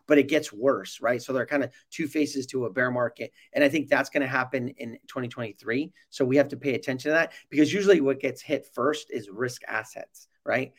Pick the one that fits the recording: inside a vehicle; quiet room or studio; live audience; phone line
quiet room or studio